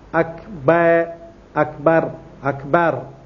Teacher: يعني الباء يفتحها ويمد فتحتها بحيث يشبع الفتح